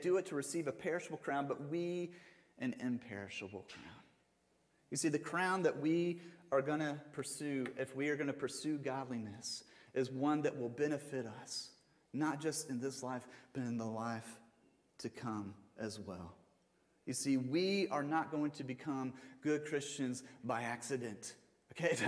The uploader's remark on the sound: Sermon audio from Mission Church in Locust, NC.